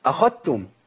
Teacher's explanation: بادغام الذال في التاء بالكلية